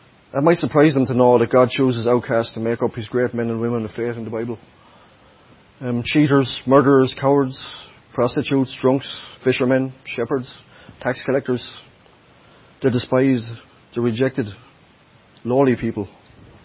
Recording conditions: large echoing room